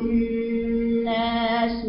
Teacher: الغنة في الناس بنعمل فيها ايه؟ بنبينها عشان بصفة قوة وزمان حركتين